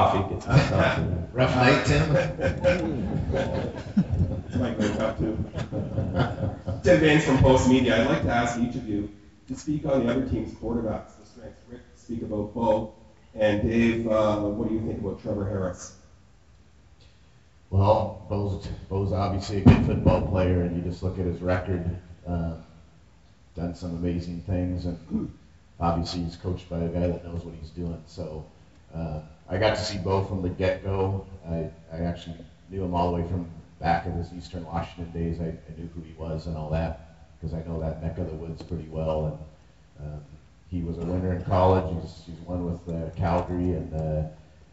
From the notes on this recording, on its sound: Coaches' Press Conference (Day 1, Grey Cup Week). Audio from the first press conference.